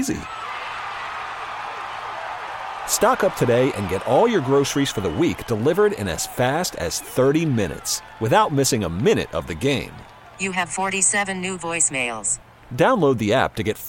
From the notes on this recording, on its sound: T2G Live From Lancaster Country Club.